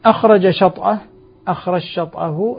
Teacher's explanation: الجيم في الشين فتصبح شينا مشدد، وهذا معنى قوله قد تثقل يعني أدغم، والإدغام يقتضي التثقيل والتثقيل نعم.